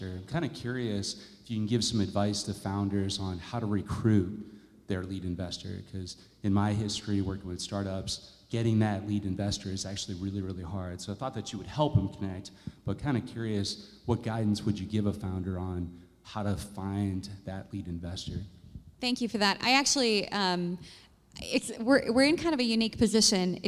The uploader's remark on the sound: Live from 1 Million Cups. For a live recording of the podcast from 1 Million Cups.